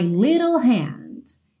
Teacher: Esse little aí ganhou rarara, essa pronúncia rarara, nos dois T's.